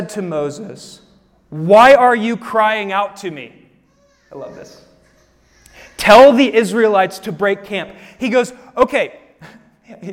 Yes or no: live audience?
yes